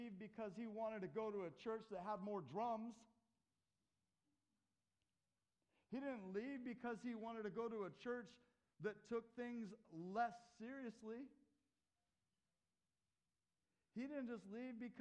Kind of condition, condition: setting, large echoing room